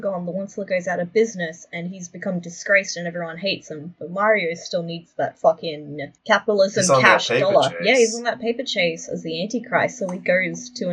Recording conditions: poor sound quality